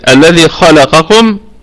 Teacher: الخاء والقاف في الدرجة الثانية من درجات التفخيم لأنهما مفتوحتين وليس بعدهما ألف. قلنا درجات التفخيم الأول هو المفتوح وبعده ألف، والثاني هو المفتوح فقط، والثالث هو المضموم، أو هنقولها بطريقة تانية عشان تبقى المعلومة معلومة واحدة مش معلومتين لأنها ندخل فيها الساكن.